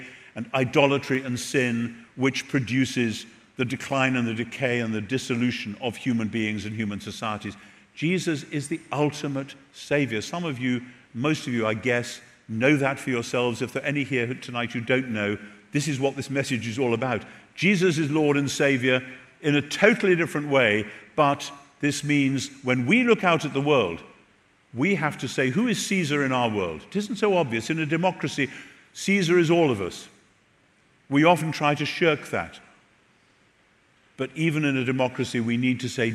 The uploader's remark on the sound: Recorded at The Rock Church, San Diego